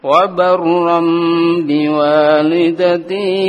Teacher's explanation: Asalnya adalah tanwin di situ, wabarram asalnya tanwin ketemu dengan ba, maka tanwinnya berubah menjadi mim · Term: qalb